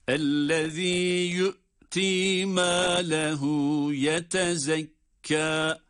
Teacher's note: Sonrasında ellezî diye hemze ile başlarız. Ellezî yu'tî mâ lehû yetezekkâ.